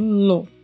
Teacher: A pronúncia do lo é assim também um pouco fechada, não chega a ser anasalado, mas é um pouco fechado, lo. Então, no lo.